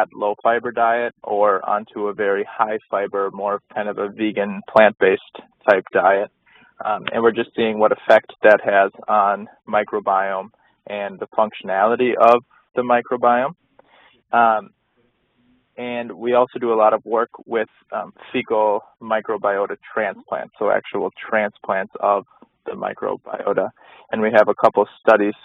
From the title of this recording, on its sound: phone Call